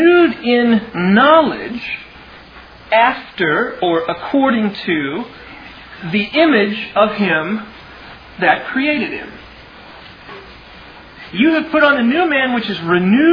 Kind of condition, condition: setting, large echoing room